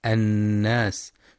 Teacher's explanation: وينتبه القارئ للغنة في النون المشددة من كلمة الناس فهي أكمل ما تكون، مع بيان صفة الهمس والصفير في السين